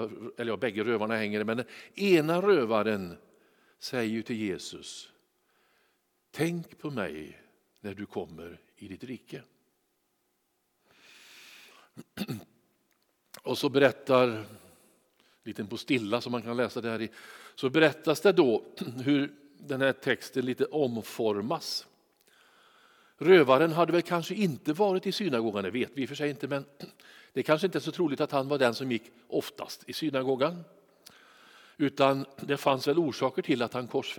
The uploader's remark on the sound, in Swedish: Inspelning från Immanuelskyrkan Skövde.